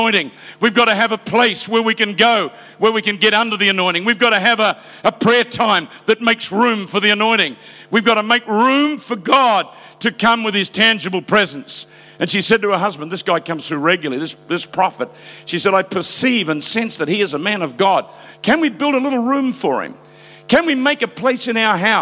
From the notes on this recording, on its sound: Preached live from South Africa